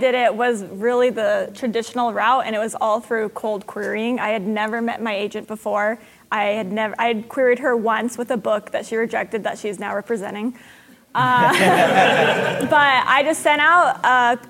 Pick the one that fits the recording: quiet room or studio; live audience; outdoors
live audience